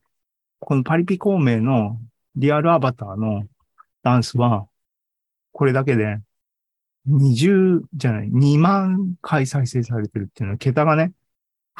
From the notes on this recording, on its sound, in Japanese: ２０２２年１２月２１日に開催した ZOOMライブの模様です